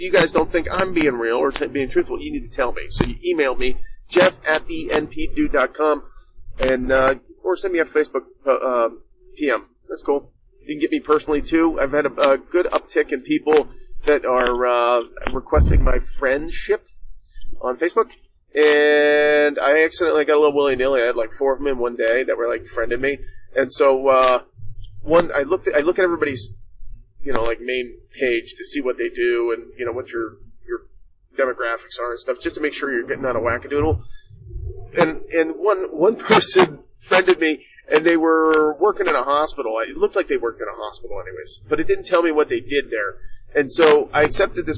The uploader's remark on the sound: This episode was delayed, unfortunately due to some technical difficulties. Please excuse some of the sound quality as I am working through some kinks.